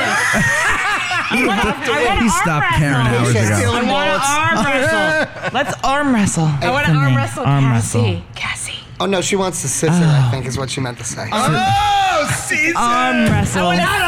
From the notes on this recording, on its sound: LIVE From Jersey Girl Brewing. A live show from Jersey Girl Brewing in Hackettstown, NJ.